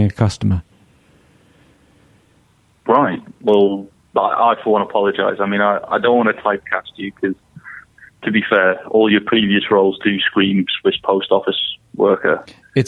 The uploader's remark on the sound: on the phone